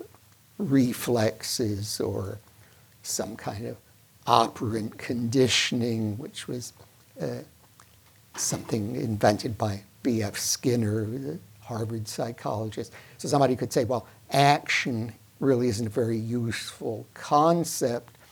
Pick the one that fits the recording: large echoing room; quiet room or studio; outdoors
large echoing room